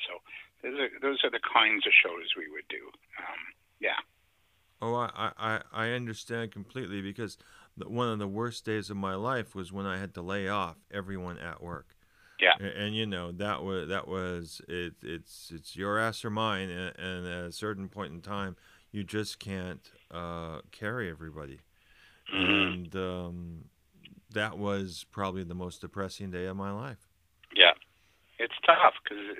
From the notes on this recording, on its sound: on the phone with us today